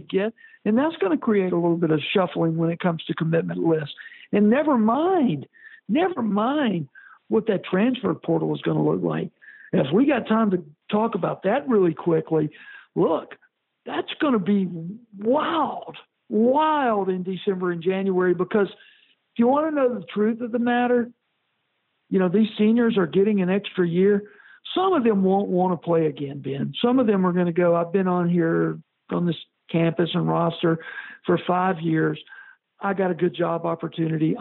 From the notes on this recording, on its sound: Returns on the Modern Woodmen phone line.